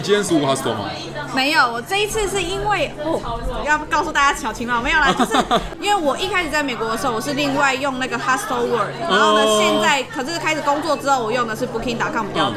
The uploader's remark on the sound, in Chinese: 本集白噪音指數：北風級 4/5。錄音地點：Heritage Bakery & Cafe。